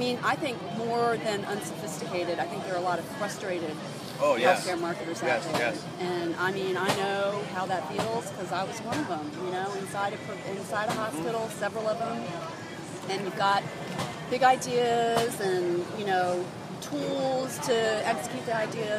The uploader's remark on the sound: Live from SHSMD